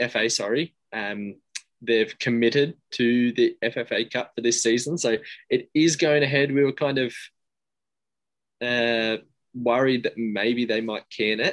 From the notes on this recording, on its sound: In a social distanced episode. Via Zoom.